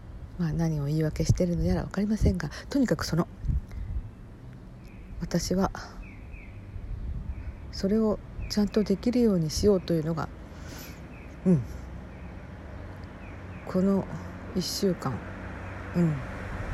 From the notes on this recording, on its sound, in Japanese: 音量注意、です。屋外のおとのなかで、iPhoneに思い切り近づけて話しているので。